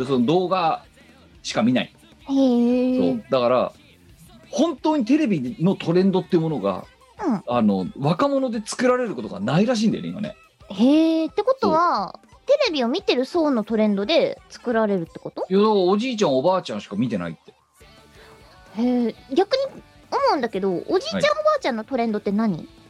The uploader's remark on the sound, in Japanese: 本番組はリモート収録です。収録時環境の影響により、聴き取り辛い部分があります。